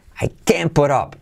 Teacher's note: Mirad cómo lo digo, I can't put up. De nuevo, acentúo can y omito la T para hacer el negativo